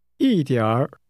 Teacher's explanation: That begins with a falling tone.